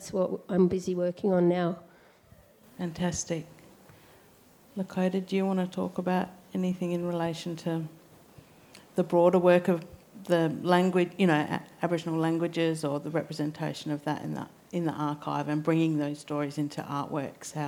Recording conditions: live audience